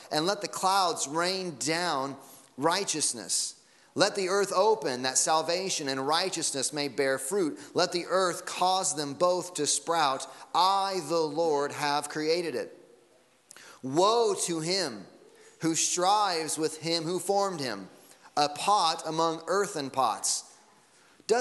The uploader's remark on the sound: Sunday Morning Sermon Audio.